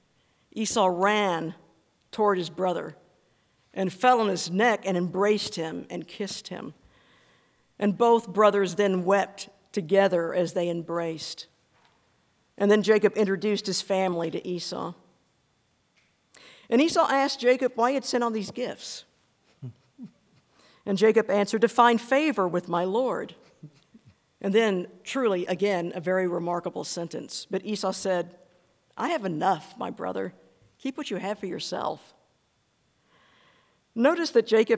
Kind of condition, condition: setting, large echoing room